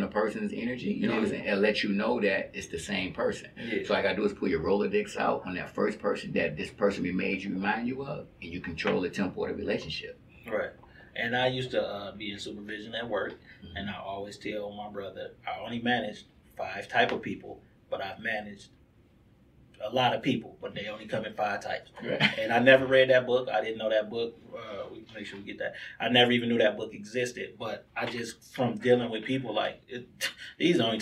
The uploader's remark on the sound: If your Audio sounds hollow it’s ok we had some technical difficulties